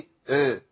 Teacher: انا ضخمت الصوت ده اسمه اطباق